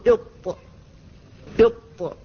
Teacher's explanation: فاللسان يلامس أصول الثنايا العليا عند منبتها بشدة